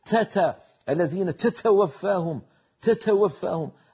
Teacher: إذا النطق تتوفاهم بشدة فهمس قليل لطيف، ولا تكون مبتورة، لا نقول تتوفاهم ولا نبالغ في همس التاء كما يفعل بعض إخواننا في المغرب